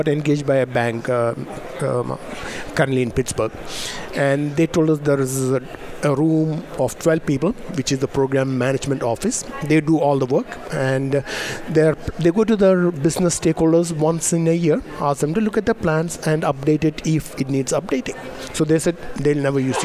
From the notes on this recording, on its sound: Broadcasting live from DRJ 2018 in Phoenix Arizona